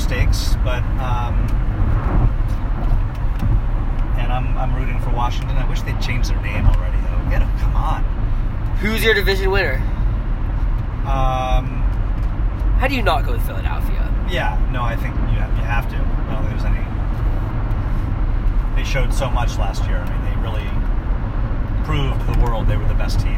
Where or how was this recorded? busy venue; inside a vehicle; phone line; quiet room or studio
inside a vehicle